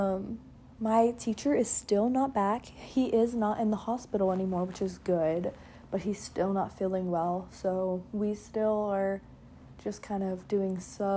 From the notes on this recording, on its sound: Sorry about the background noise I was laying in bed.